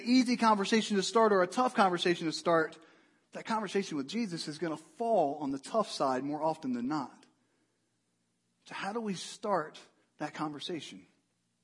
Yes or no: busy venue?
no